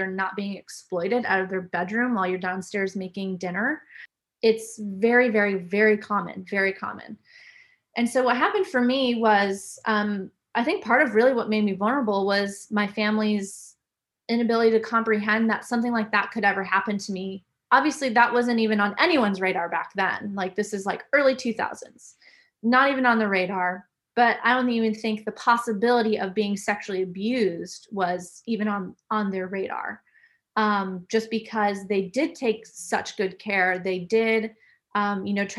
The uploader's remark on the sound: This podcast was recorded online on the 4th May, 2021